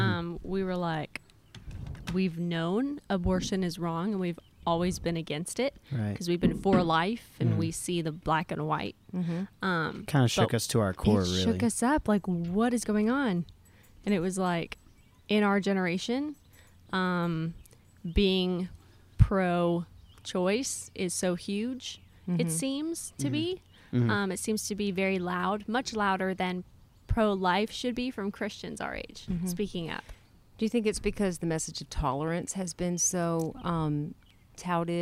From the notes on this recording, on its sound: Recorded outside we've got some exciting stuff as a bird tries to steal our thunder!